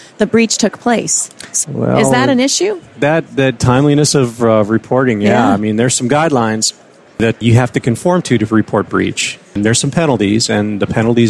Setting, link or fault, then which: setting, busy venue